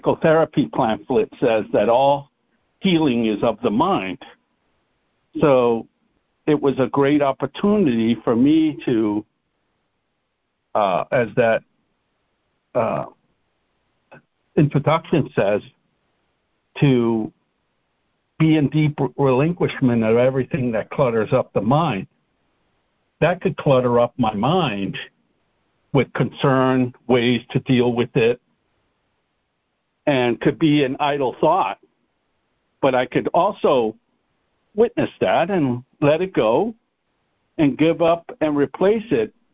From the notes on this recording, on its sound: ACIM Daily Conference Call.